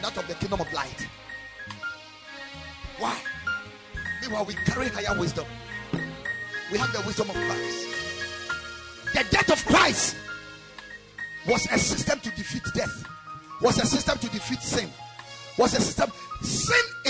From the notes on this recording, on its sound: Preached at Ekklesia Chapel.